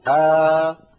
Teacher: أبدل الثانية الساكنة حرف مد مجانس لحركة الهمزة الأولى فتصير آ